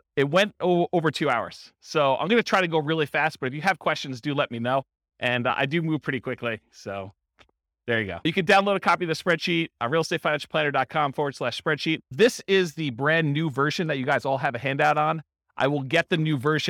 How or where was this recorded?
live audience